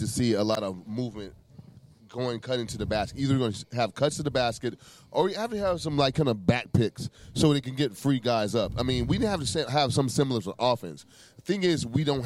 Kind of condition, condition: setting, busy venue